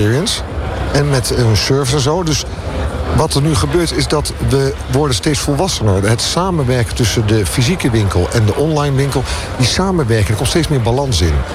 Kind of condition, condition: setting, busy venue